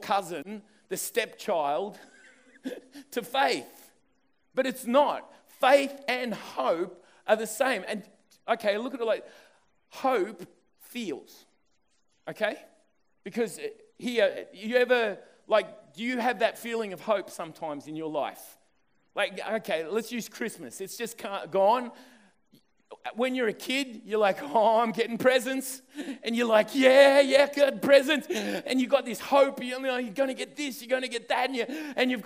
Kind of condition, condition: setting, live audience